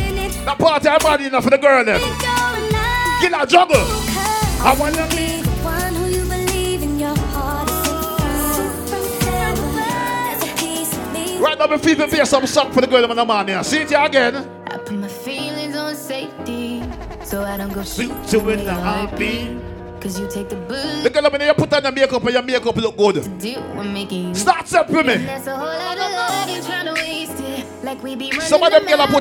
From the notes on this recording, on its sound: LIVE AT OUTSIDE 5TH AUGUST 2022